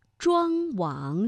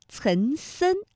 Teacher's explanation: 像庄王，这明显呢是从这个鼻子后方脑中央的位置发出了气流，而岑参，它的气流呢是比较靠近我们的口腔前部的 · Term: 前后鼻音